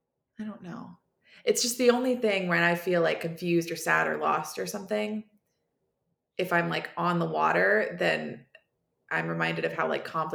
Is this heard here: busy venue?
no